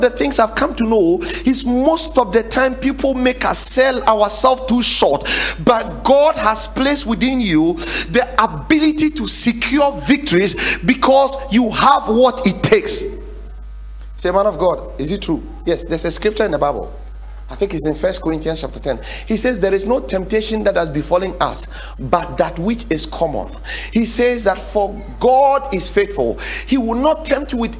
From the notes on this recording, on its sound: The 7 Pillars to Secure Success sermon series preached at The Faithlife Church, Ghana-Tema Community 3 Site A.